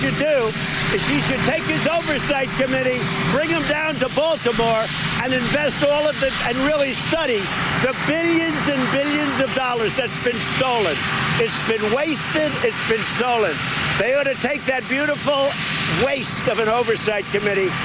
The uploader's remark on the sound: live from the New York Stock Exchange